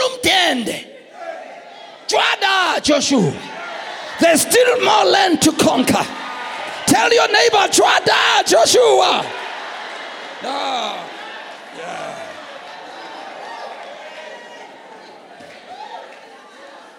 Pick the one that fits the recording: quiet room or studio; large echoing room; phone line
large echoing room